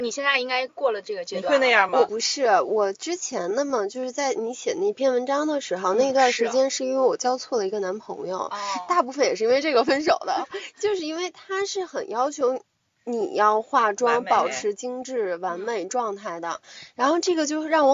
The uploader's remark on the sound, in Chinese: 具体场景是：地下车库，车里。录音笔在中间。的羽绒服一直在沙沙作响。